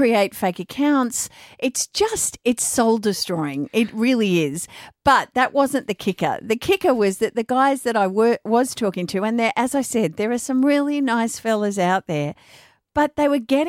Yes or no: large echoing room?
no